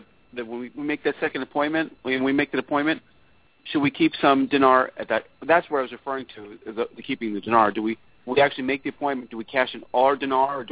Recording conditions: phone line